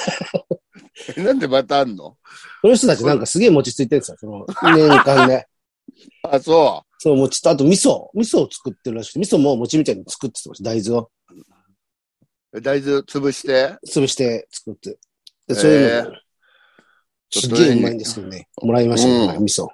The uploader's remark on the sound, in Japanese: ZOOMで収録